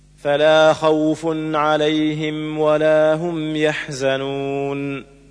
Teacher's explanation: ومقدار مده 2 حركات أو 4 أو 6 حركات كالمد العارض للسكون، ولا مد في اللين وصلا. · Term: مد اللين